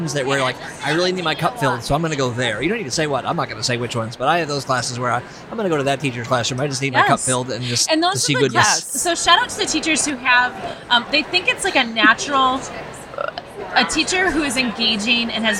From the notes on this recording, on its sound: High energy, "teacher on the street" conversations with engaging practitioners on the exhibit floor of NCEA 2023.